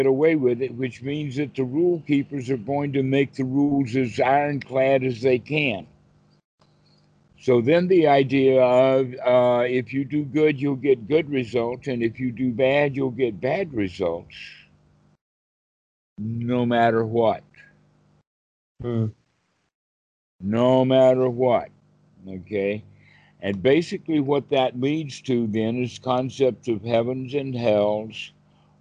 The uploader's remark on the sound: skype calls on this channel